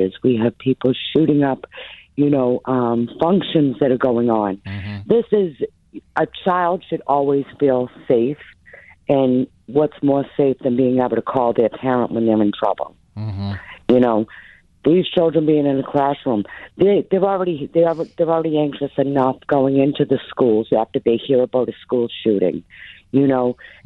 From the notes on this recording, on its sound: we took calls from teachers and parents